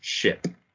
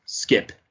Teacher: SC in Old English is sh sound. But in Old Norse, SK is sk.